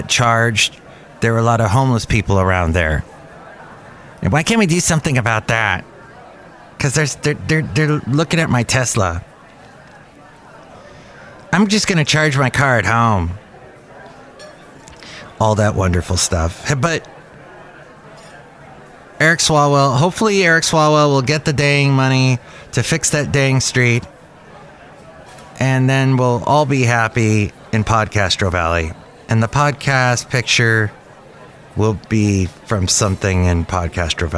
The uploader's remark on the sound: podcasts live from Cafe Anyway